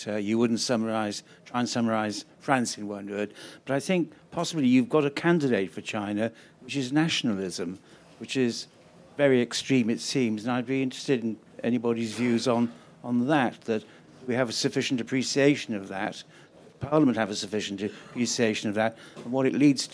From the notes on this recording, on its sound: Live from Conservative party conference.